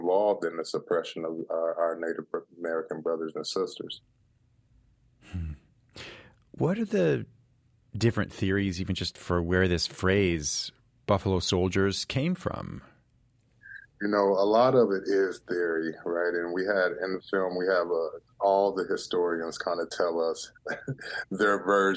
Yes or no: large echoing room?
no